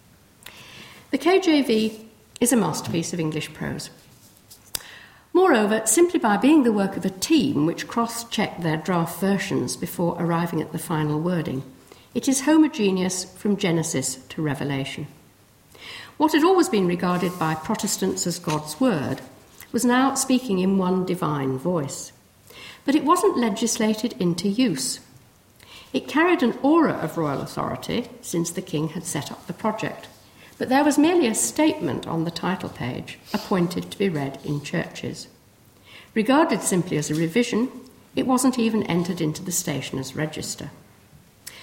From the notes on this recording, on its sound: First in the King James Bible Anniversary lecture at Corpus Christi College.